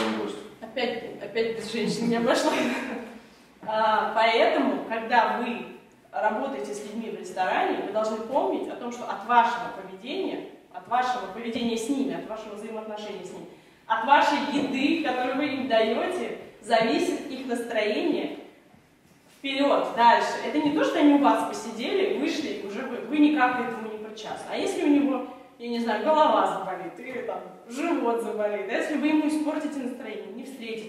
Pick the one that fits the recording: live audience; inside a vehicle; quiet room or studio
live audience